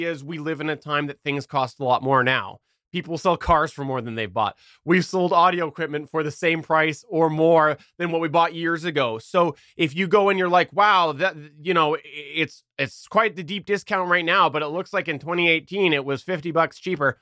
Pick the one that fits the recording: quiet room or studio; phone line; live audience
quiet room or studio